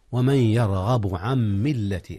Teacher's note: وهنا أيضا إدغام يا أستاذنا، إدغام نون عن في ميم ملة. نعم، إدغام بغنة